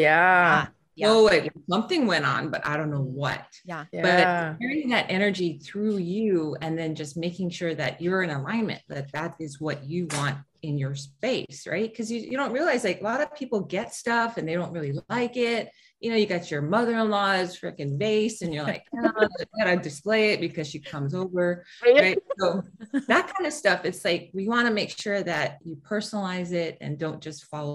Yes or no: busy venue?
no